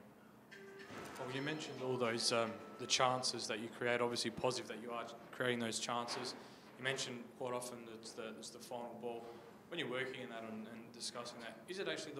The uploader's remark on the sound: post-match press conference